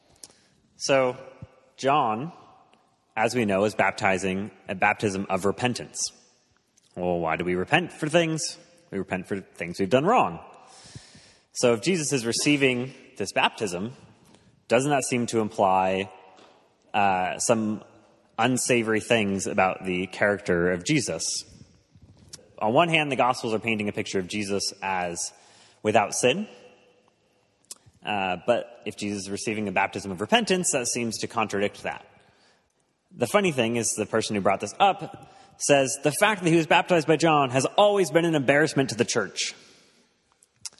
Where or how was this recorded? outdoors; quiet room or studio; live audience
live audience